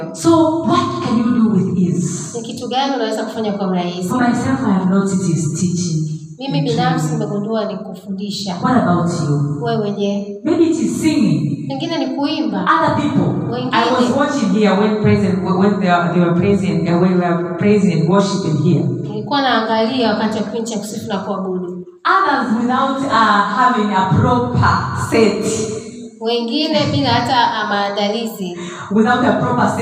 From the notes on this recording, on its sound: Sermon preached at Special Sunday for Professionals and Business Owners, Lampshine Church, Dar es Salaam, Tanzania.